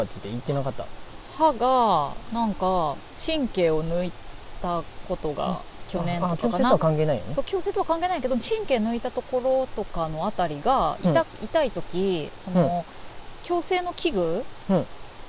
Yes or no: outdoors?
yes